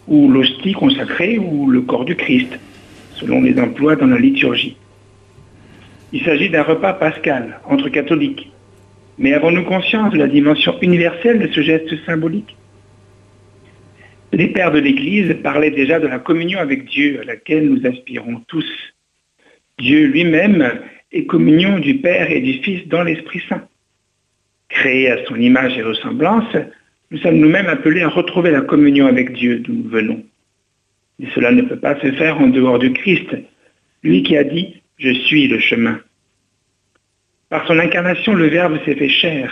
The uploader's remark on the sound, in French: invité par téléphone